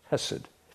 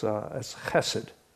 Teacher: H-E-S-E-D. Only the first letter, you put a little fricative in it, and it's chesed. · Shown in: second take